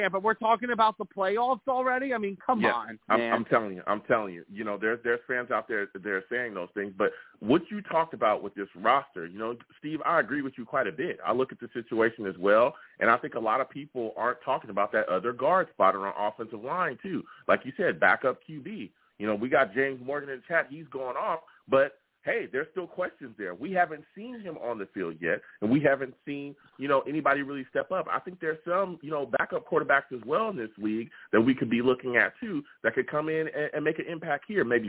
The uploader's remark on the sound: I’ll also take live callers!